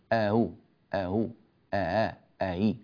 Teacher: وإذا كانت مضمومة ننطقها بين الهمزة والواو اللي هي أصل الضمة، فنقول آهو آهو آآ آهي، هذا صوت التسهيل.